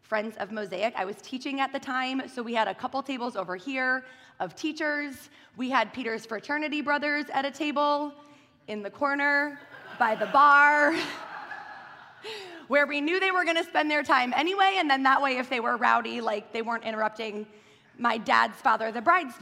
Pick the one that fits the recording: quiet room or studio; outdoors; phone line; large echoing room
large echoing room